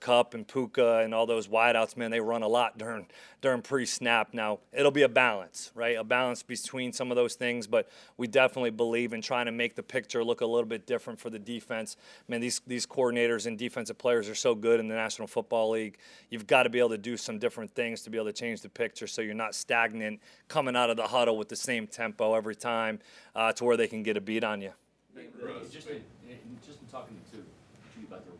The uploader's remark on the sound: Press Conference